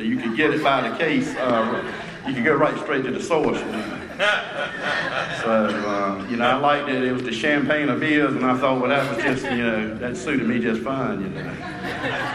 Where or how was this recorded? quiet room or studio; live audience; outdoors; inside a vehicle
live audience